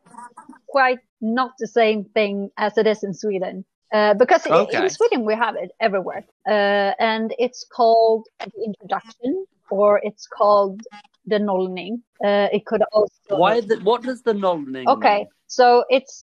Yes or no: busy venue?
no